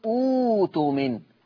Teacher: فلما ضم همزة الوصل همسك الهمزة اللي وراها بدلها واو فتصير أوتومن